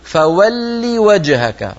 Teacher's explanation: كسرة وليست فولي، ليس هناك يا بعد اللام، قولي هكذا فولي وجهك، فولي وجهك.